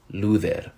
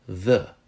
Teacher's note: Under Frankish influence, the name got pulled closer to the German version, and it is rendered Ludher. So now it's got that voiced th sound